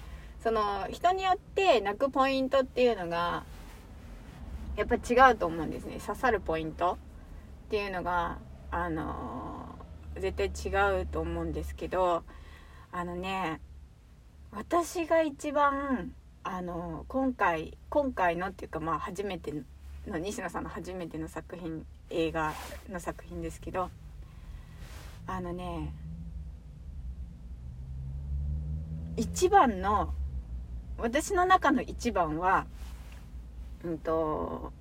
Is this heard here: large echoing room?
no